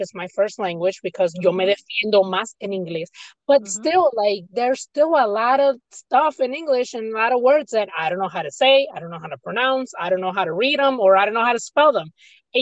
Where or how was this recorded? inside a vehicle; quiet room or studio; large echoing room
inside a vehicle